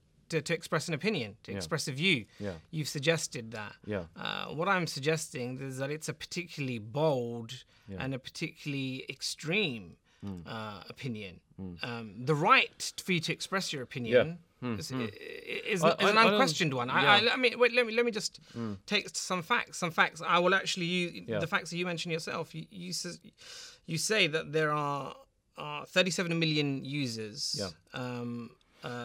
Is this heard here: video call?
no